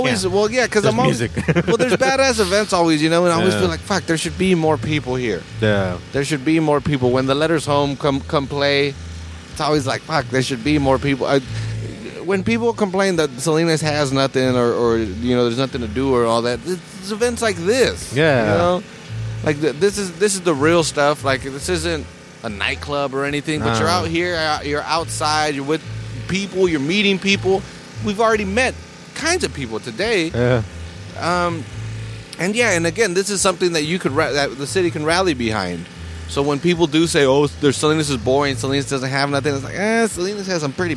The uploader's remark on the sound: From Natividad Creek Park. This episode was recorded at the Caminos Del Arte Art Festival and Car Show. Natividad Creek Park was transformed into a giant festival grounds featuring five stages of music and a car show.